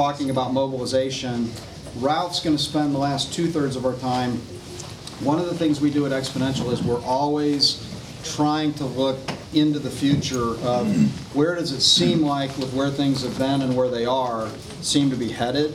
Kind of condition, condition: setting, busy venue